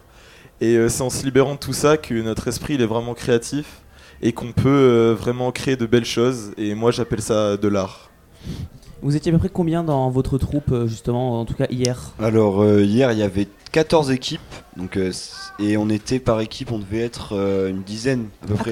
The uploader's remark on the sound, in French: Delta Fm est allée au Nouveau Festival à Cenon (33) pour donner la parole aux lycéens porteurs de projets, venus présenter leur travail.